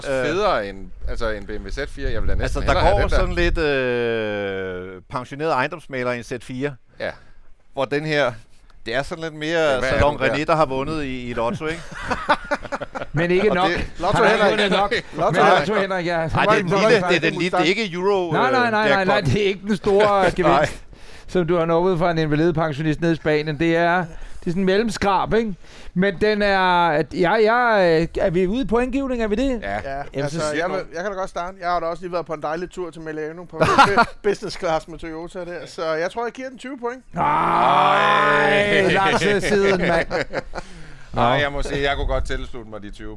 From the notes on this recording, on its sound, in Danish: I dette Live-afsnit af Bilklubben Podcast har vi en sand folkefest, når vi inviterer alle vores lyttere til fest hos vores venner og samarbejdspartnere GF Forsikring i Odense. Her afholder vi Cars & Brunsviger med hundredevis, ja endde tusindevis af vores fantastiske lyttere.